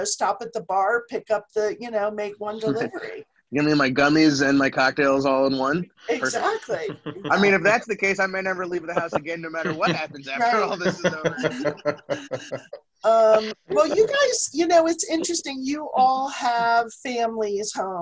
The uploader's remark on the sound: The Wine Makers are working from home this week. We decided to practice “social distancing” and try out the Zoom app to continue to continue recording shows for our listeners.